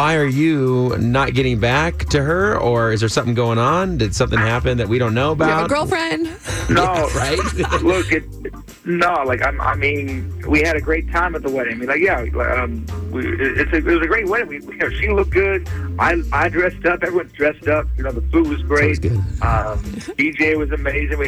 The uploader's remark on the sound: Get him on the phone.